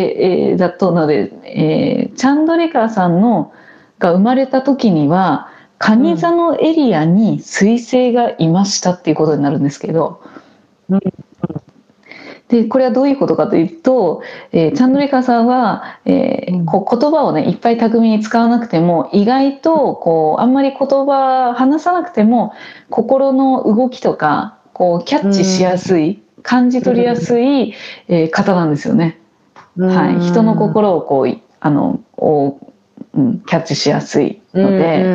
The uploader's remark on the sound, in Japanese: リモート収録での音声ですのでところどころお聞きづらいところもあるかもしれませんが